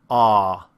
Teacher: the most open of all of the back vowels, and it is also the one that's the furthest to the back